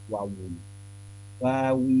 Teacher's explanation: wawu ini ini bukan huruf hidung melainkan huruf bibir